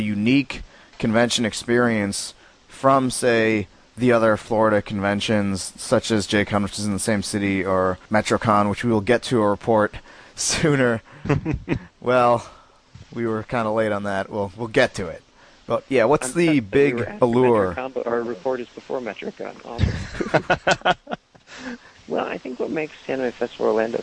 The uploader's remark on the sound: with our special guest via telephone